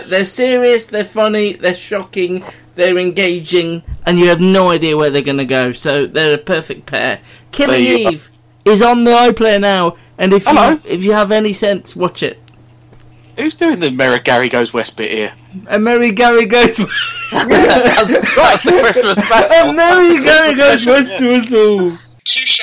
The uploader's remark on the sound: Apologies in advance for the audio inconsistencies.